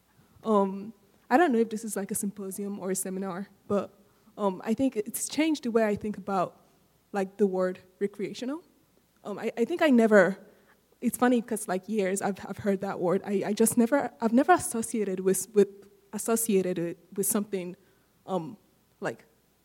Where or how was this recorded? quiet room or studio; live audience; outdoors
live audience